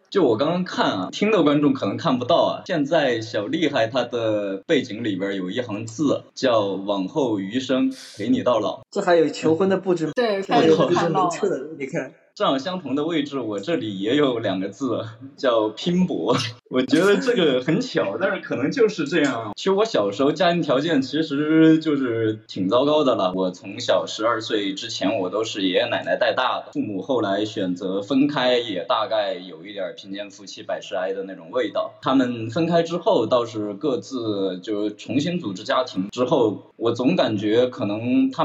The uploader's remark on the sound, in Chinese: 此播客目前为线上录制 因为我们几个人都不在一个地区甚至一个时区 音质上无法保证